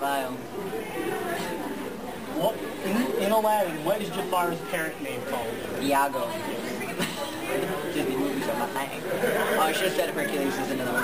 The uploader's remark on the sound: Live from Colossalcon East